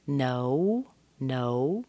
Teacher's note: Be careful when you say no that you're putting a little oo in there.